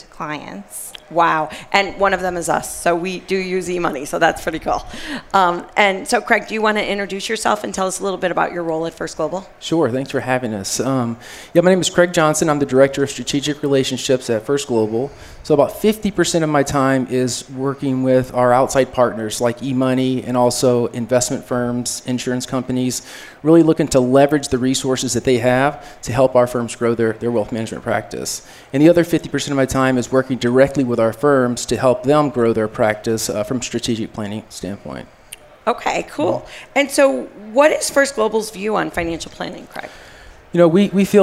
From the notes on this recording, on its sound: Live from AICPA Engage 2018.